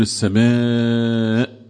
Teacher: الهمزة لها صفات قوة زي الشدة زي الجهر، فأبينها، فأدي فرصة أمد حرف المد ما أن آ هكذا.